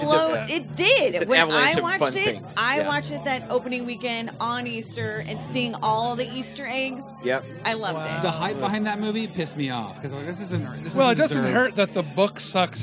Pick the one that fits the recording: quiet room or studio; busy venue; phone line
busy venue